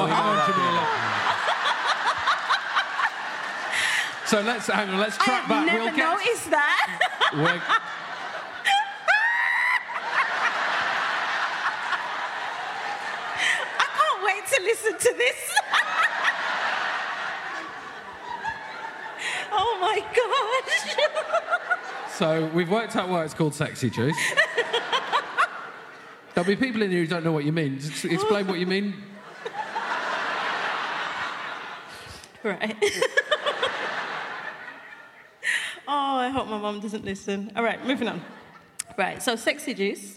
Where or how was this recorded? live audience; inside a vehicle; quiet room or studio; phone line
live audience